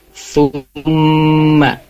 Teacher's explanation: ada mim bertasydid. Ya, jadi ketika membacanya itu ditahan dua harokat · Term: gunnah musyaddadah